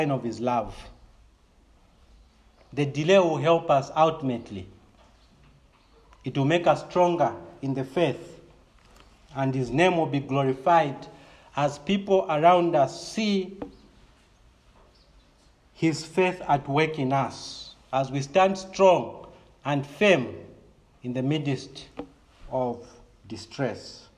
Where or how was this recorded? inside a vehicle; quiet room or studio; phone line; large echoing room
large echoing room